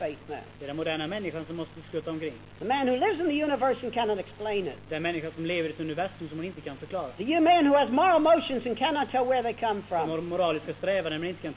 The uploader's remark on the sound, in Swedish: Inspelad i Akademiska f&#246;reningen i Lund 1973.